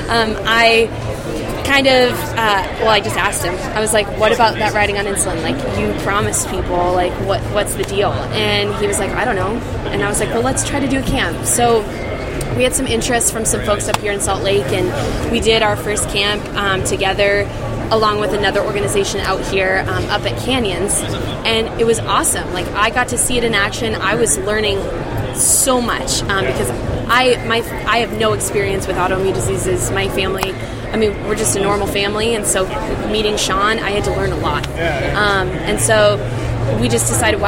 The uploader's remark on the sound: the Athlete On Fire show live from OR in Salt Lake City